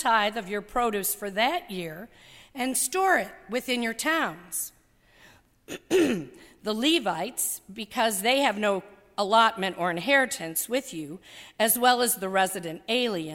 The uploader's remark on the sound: during the 9:30 AM service on Sunday February 19, 2017, at First Presbyterian Church of Arlington Heights, Illinois